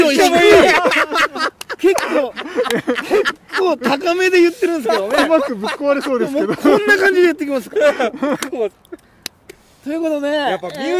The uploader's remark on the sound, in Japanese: 焚き火で公開録音&生配信。緑溢れる野外で公開録音とインスタライブとYouTube収録のメディアミックス特別版！ウグイスの鳴き声と焚き火の爆ぜる音（時々暴走音）でリラクゼーション効果倍増の特別版。